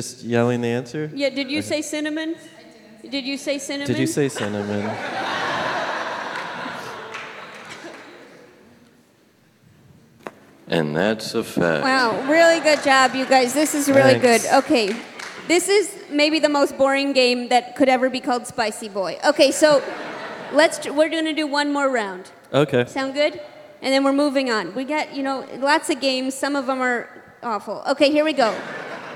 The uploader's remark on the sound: LIVE from Vulture Festival in New York City! Recorded 5/20/18